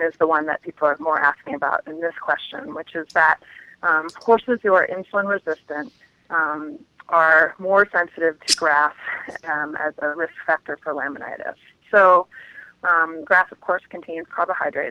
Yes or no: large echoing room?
no